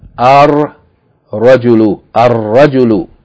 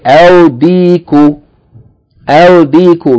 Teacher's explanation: the lam in alif lam is not going to be pronounced, but rather that sun letter as the beginning of a word is going to be doubled · Shown in: first take